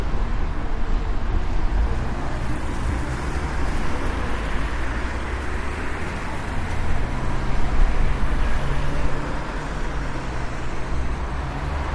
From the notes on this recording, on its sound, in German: Advent sitze ich in der Stadtbahn und befinde mich in Gedanken. Mein Aufnahmegerät in der schwarzen Tasche liegt neben mir auf dem Sitz. Ich steige aus der gelben Bahn.